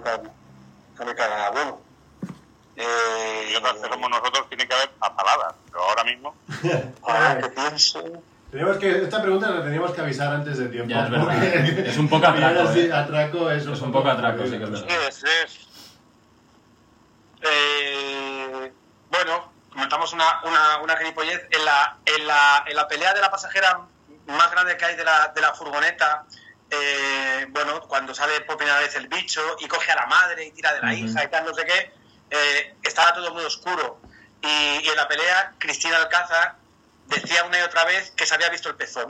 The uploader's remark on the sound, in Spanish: Bootleg edition. Nos encontramos con un ordenador nuevo, y vemos en pleno directo, que no graba ni la llamada, ni los micros, ni la intro, ni nada. Acabamos grabando el programa poniendo un auricular encima de un movil el cual graba el audio. Disculpad por el sonido.